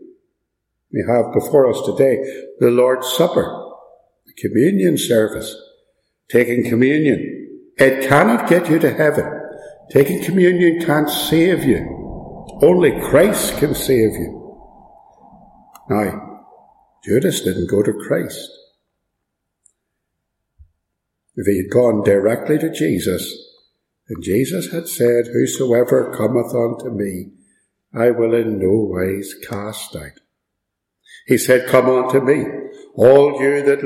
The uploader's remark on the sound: Preached and recorded at Ballymacashon.